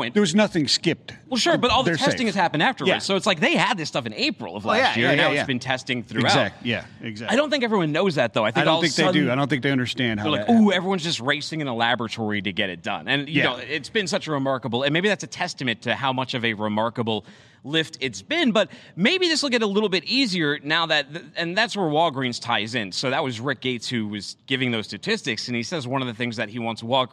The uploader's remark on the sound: LIVE from Health and Pharma Summit